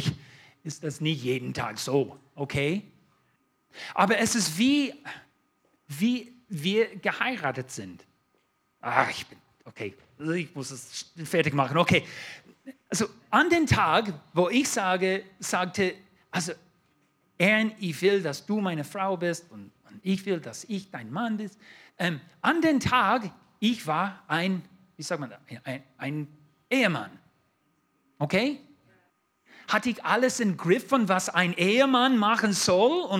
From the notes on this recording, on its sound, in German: 2022 in der Gemeinde Kaleo Schopfheim aufgenommen.